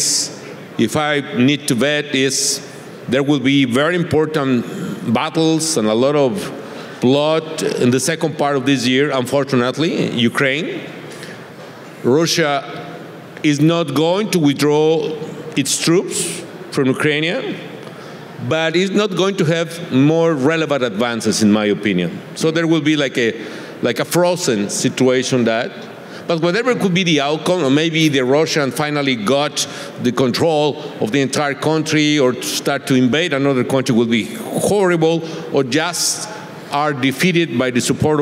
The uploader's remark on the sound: On stage at the 2022 VRIC.